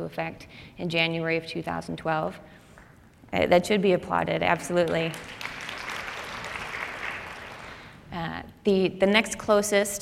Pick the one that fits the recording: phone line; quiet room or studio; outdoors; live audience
live audience